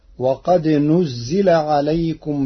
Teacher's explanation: قرأ ورش كلمة نزل بضم النون وكسر الزاي